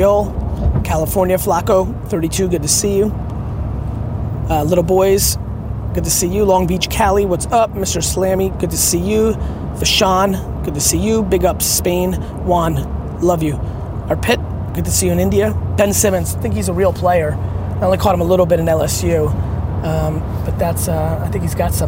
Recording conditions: inside a vehicle